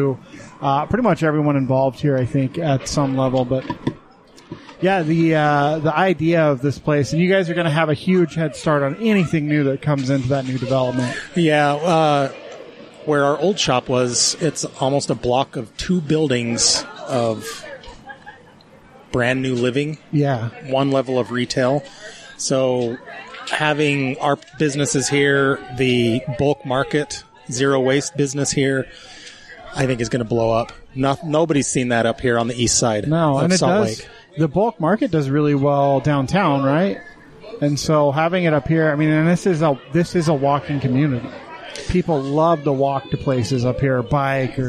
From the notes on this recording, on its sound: It's a live show in the record breaking heat at the start of June.